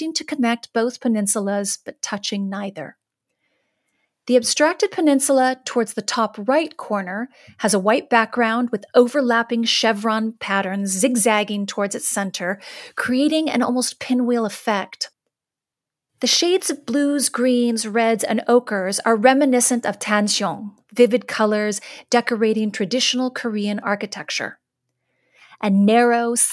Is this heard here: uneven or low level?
no